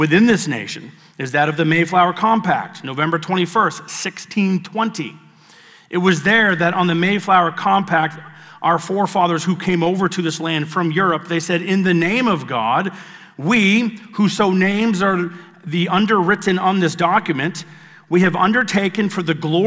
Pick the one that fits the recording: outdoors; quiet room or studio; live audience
live audience